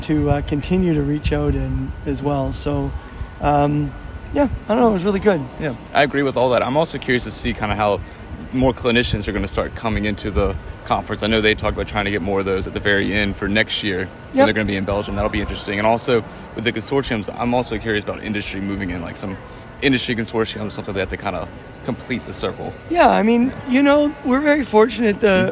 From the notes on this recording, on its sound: Check out “Heard on the Street” recorded during IDS Paris 2023.